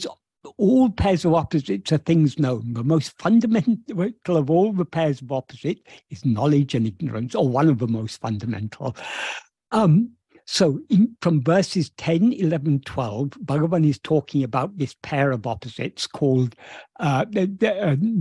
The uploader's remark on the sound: In a Zoom meeting with Sri Ramana Center, Houston.